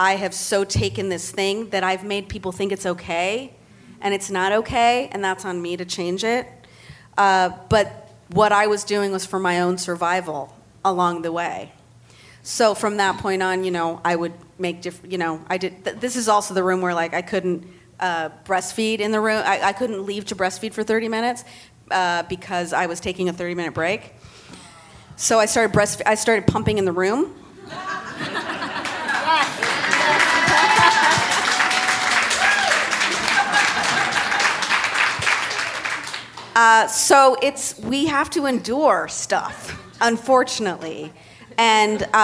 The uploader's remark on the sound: Recorded at ATX Television Festival